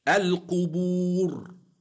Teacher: الراء ساكنة لأجل الوقف وقبلها واو مدية تفخم